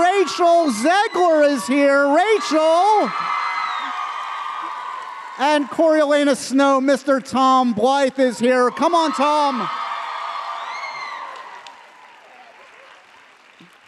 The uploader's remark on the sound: A LIVE taping and goodbye to their press tour.